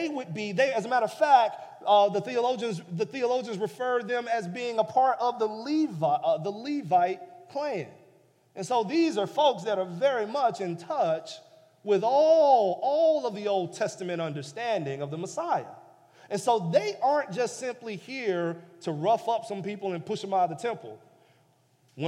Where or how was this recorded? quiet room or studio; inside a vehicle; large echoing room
large echoing room